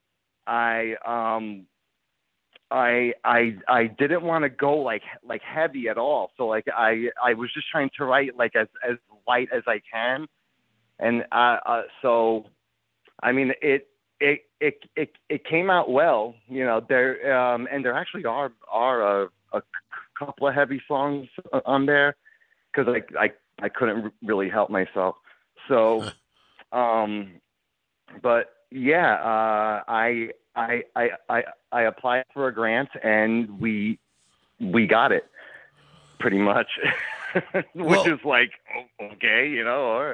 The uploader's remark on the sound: calls